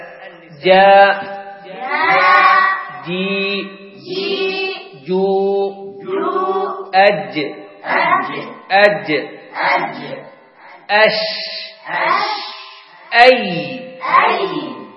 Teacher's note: فهذه الأحرف الثلاثة الجيم والشين والياء تخرج من وسط اللسان، وتسمى بالحروف الشجرية التي تخرج من شجر الفم أو شجر اللسان، أي وسط اللسان.